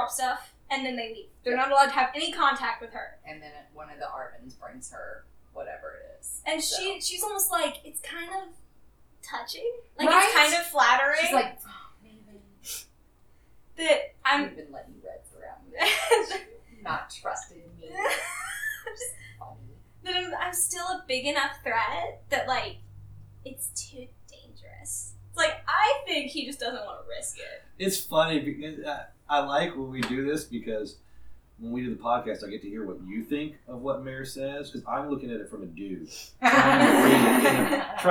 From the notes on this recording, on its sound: We apologize for the sound on the episode. We have some electrical interference that we are working out.